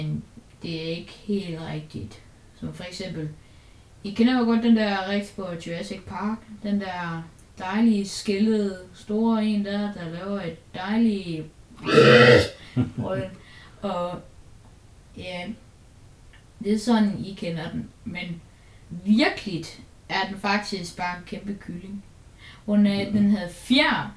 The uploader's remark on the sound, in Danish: Vi beklager i øvrigt den lidt forringede lyd!